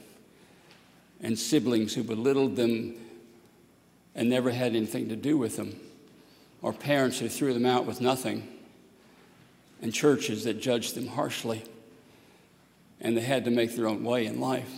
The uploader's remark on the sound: at Highland Baptist Church, Louisville, Kentucky